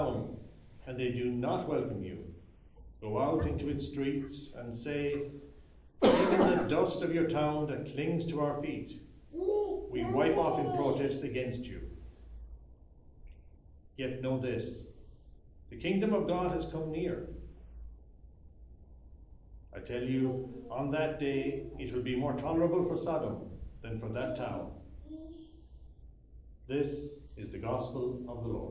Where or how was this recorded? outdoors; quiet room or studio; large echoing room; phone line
large echoing room